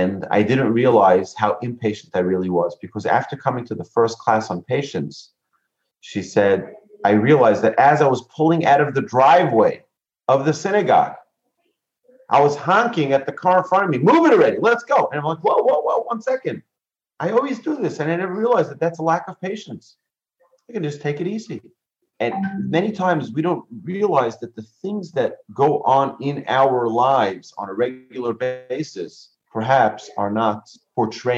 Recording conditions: video call